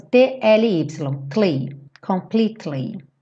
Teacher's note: Cuidado para não falar completely. Esse E depois do T não é pronunciado. Então pensa como se fosse TLY, cle, completely.